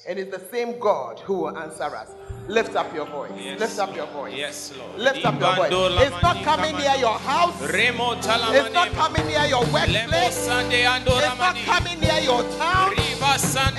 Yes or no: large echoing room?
yes